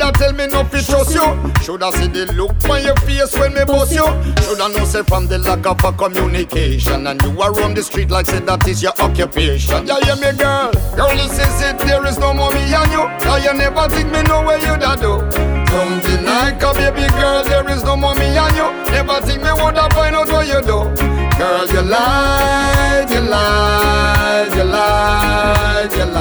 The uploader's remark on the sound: Set performed live during AFTERWORK : SWEET & CALIENTE